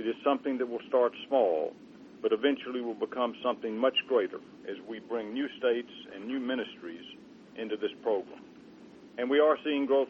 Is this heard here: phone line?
yes